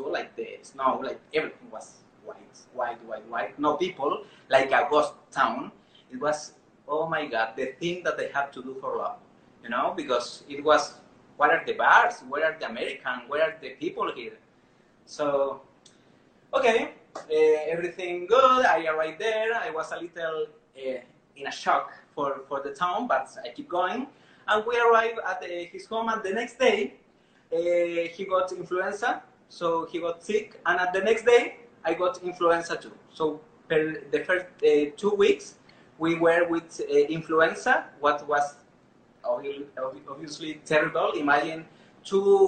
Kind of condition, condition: link, video call